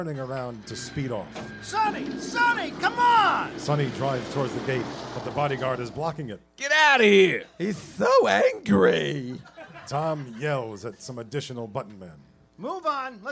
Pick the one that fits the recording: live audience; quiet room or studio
live audience